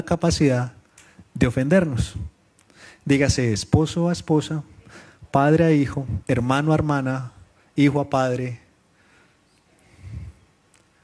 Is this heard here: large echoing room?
yes